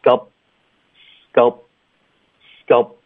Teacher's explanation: sculpt 的科呢我们省略，那省略的方式我们得合上嘴唇